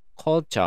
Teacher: このあっていう母音が、カルチャーみたいに、ちょっとおみたいに聞こえることがある · Term: ダークエール